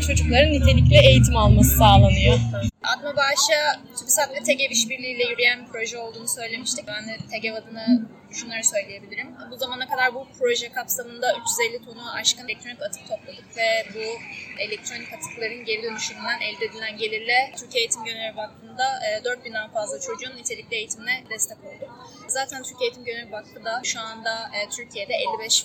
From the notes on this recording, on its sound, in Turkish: 3-5 Haziran'da gerçekleşen Kadıköy Çevre Festivali'nden sesleniyoruz. Oradaki ortamı sizlere de yansıtabilmek adına katımcılarla, STK'larla ve oradaki dostlarımızla minik röportajlar yaptık.